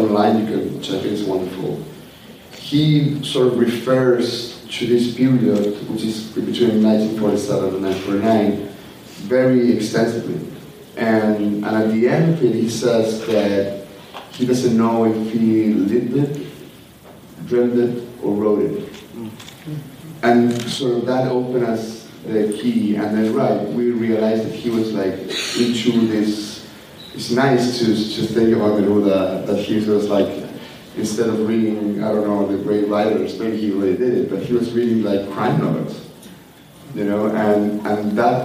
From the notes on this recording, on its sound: A live Q & A from NYFF in October on the film Neruda.